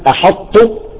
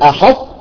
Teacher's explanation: يخرج أقول أحطت، لا، يجب أن تقول أحطت، تنزل بهمس بسيط جدا جدا حتى تبين استفال التاء · Shown in: second take